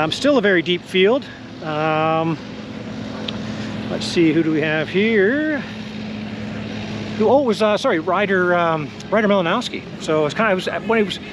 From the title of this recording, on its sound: 2023 TransCan Day 1 Walk And Talk Podcast